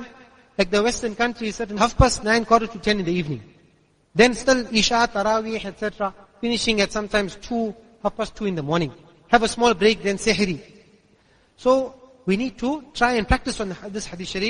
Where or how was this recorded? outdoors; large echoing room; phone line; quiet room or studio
large echoing room